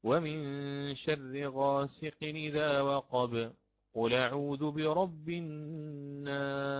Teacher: سكتة لطيفة لا أتنفس فيها، ثم أستأنف قراءتي مباشرة من بداية السورة